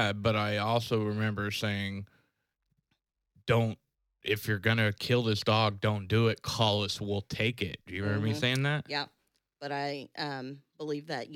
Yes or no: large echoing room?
no